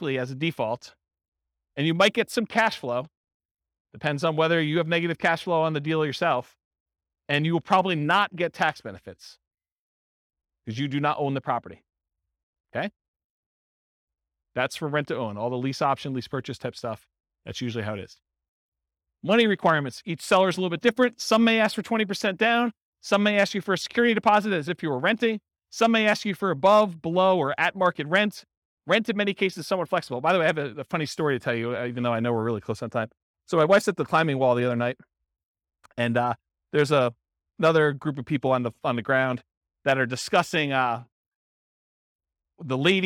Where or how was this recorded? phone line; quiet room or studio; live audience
live audience